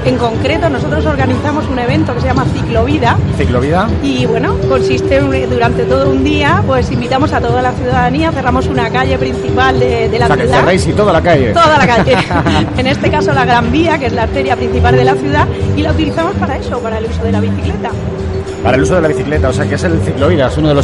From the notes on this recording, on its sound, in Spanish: en directo desde #EventoDays, que se desarrolló los días 6 y 7 de julio en IFEMA